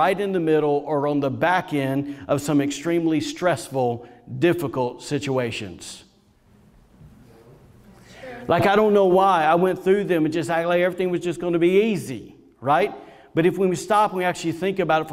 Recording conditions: large echoing room